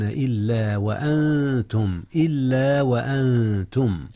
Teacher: أخفي النون قبل التاء إذ التاء من حروف الإخفاء